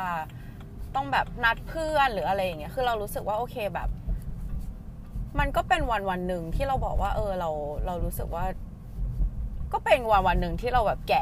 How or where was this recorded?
inside a vehicle